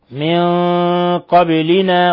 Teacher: ساكنة جاء بعد حرف القاف، الحكم التجويدي إخفاء حقيقي، وبنلاحظ يعني زيادة الغنة وتسمين أو تضخيم الغنة لأنها ما بعدها حرف من حروف الاستعلاء . من قبلنا، ونلاحظ قلقلة الباء في لفظ من قبلنا لسكونه.